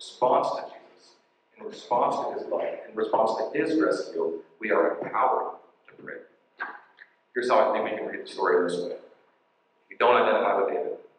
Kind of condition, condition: fault, poor sound quality